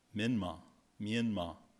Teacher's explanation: So it's really pronounced with two syllables and no R.